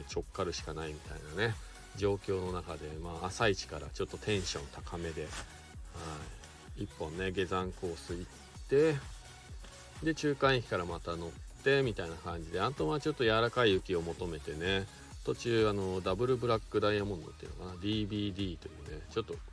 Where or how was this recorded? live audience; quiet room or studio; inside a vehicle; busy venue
inside a vehicle